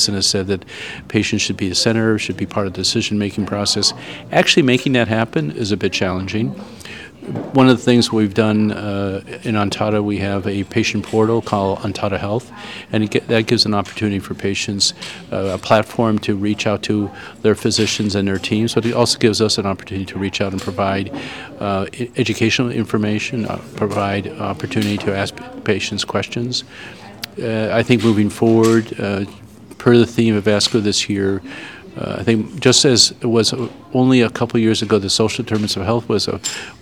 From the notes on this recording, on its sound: Listen to this live podcast from the 2023 American Society of Clinical Oncology (ASCO) Annual Meeting.